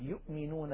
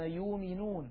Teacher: وبعض العرب كانوا يقولون يؤمنون من غير همزة بإبدال الهمزة واوا · Shown in: second take